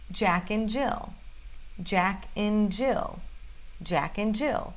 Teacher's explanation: Esse and tem som de N.